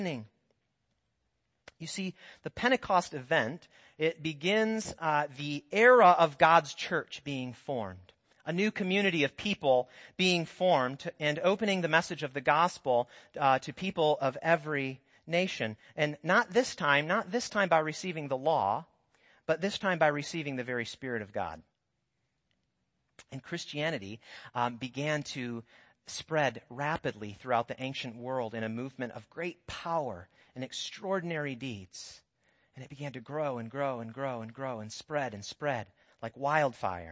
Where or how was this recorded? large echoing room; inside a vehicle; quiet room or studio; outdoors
large echoing room